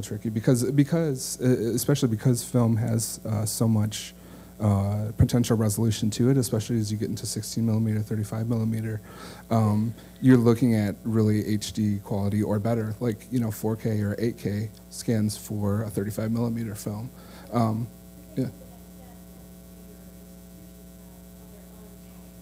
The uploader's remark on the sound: 2017 AASLH Annual Meeting Session Recording Recorded in Austin, TX.